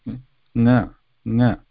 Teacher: So here also it is stopping the air before the air comes out, and then the air comes out. Now when we are pronouncing na, half the air passes out through the mouth and half of it should be directed through the nose